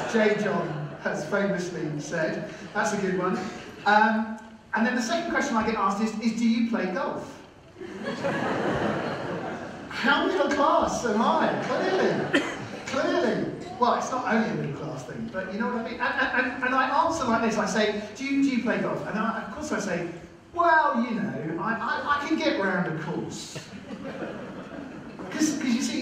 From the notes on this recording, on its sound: We apologise for the poor audio quality on this podcast, due to a technical problem.